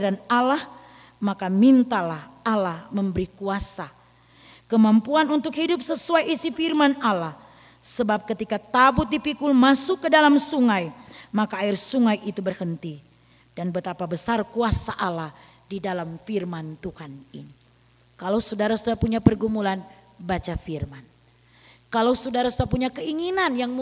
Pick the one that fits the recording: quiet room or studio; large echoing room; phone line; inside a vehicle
large echoing room